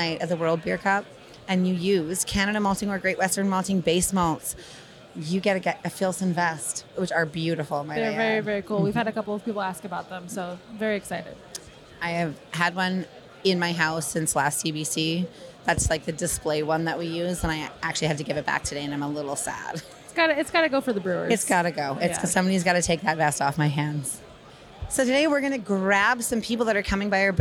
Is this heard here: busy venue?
yes